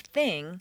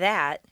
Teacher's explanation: The unvoiced TH is like an S between the teeth. Most people tend to replace the unvoiced TH with S or T, and the voiced one with Z or D.